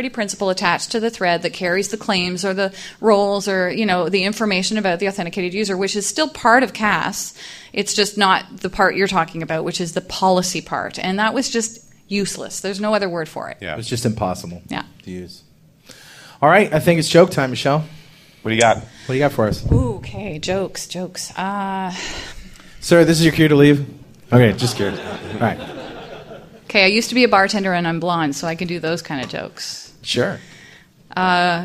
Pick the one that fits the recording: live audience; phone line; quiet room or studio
live audience